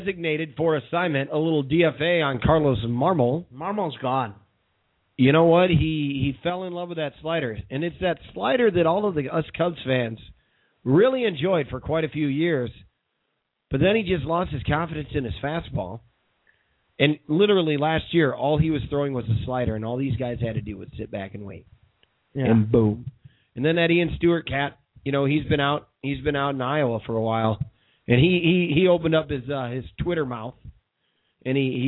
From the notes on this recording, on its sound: called in on this show